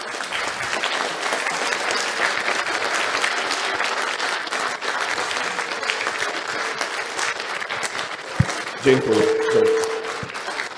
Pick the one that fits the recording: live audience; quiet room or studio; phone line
live audience